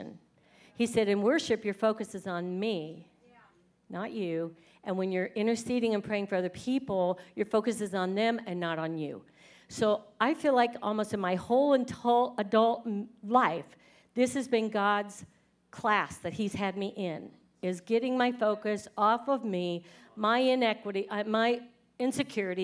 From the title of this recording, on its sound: 2019 Presence Conference Session 3